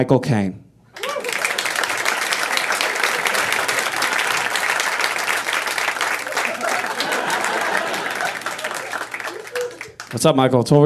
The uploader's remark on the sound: Recorded LIVE at the Upright Citizens Brigade Theatre in Los Angeles.